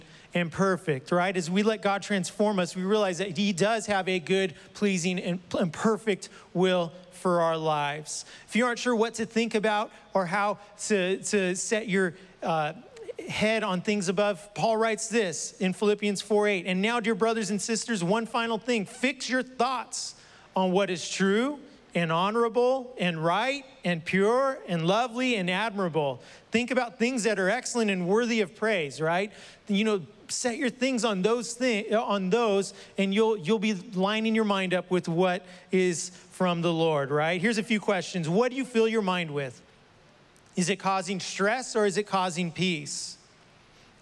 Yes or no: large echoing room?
yes